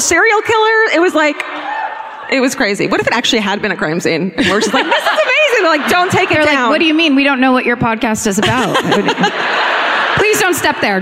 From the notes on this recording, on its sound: Live at the Riverside Theater in Milwaukee (2017).